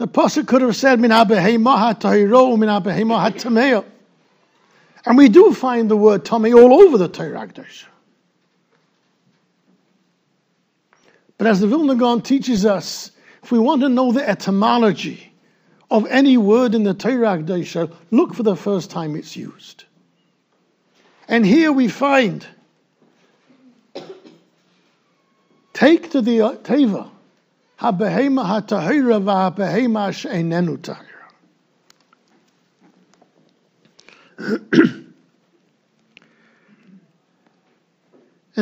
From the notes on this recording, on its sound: Recorded in Yeshivas Ohr Reuven, Monsey NY.